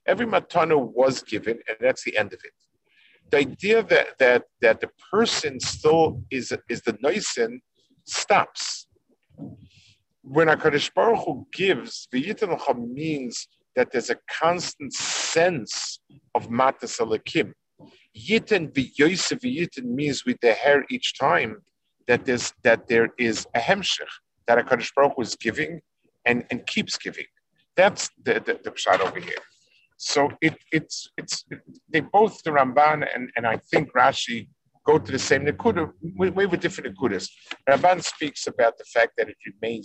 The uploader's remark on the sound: This shiur take place over Zoom on Motzei Shabbos.